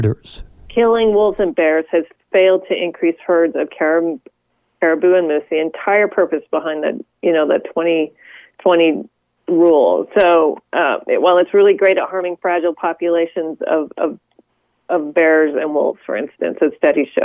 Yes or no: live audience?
no